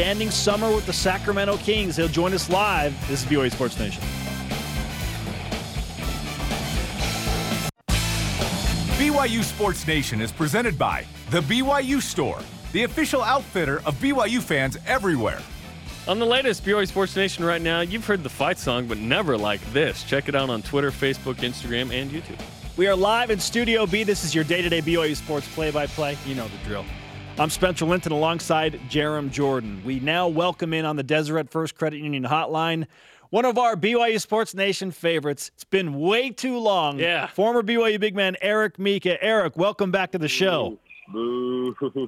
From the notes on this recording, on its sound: Joined over the phone by former BYU Basketball player.